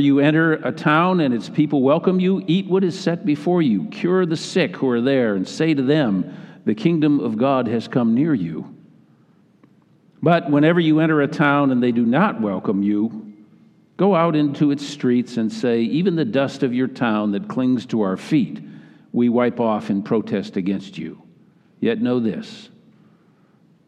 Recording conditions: large echoing room